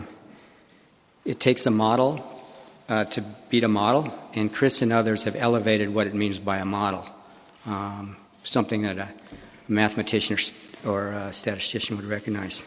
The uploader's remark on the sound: Press conference